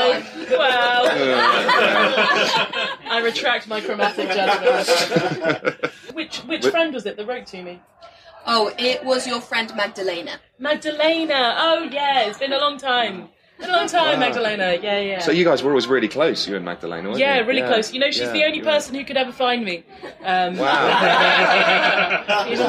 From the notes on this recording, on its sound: Character Building Experience is an improvised, role playing game show recorded in front of a live audience.